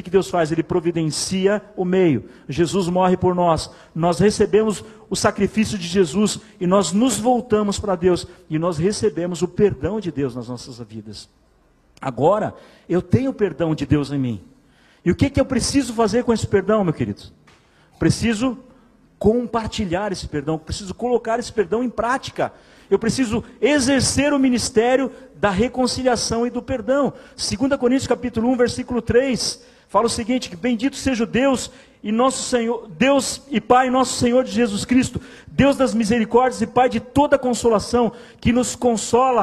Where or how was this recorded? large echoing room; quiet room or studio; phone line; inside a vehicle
large echoing room